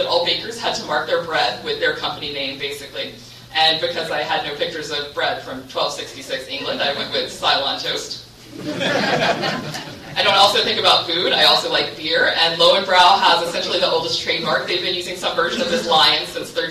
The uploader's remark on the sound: gave the next-to-last keynote at Ohio LinuxFest 2014 on 2014-10-25.